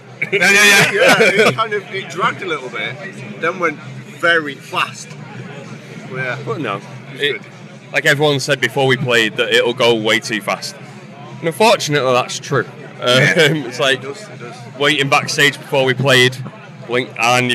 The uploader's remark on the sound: Live from Bloodstock 2023. We talk all about their set at the festival earlier on that day.